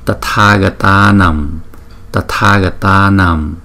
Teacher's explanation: Ba chữ a có dấu gạch ngang trên đầu chúng ta đọc kéo dài hai nhịp, còn hai chữ a đen còn lại chúng ta đọc kéo dài một nhịp.